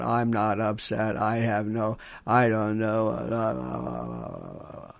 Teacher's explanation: And what the Kardashians did was to cement that voice like that monotone. They call it the vocal fry. It's a kind of a raspy fry, monotone.